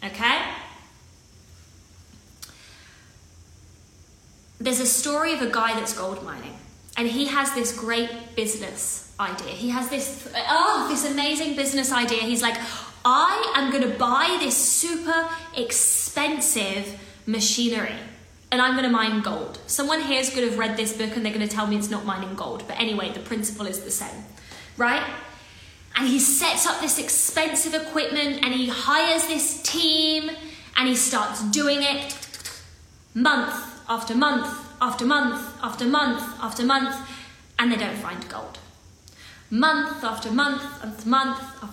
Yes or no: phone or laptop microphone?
yes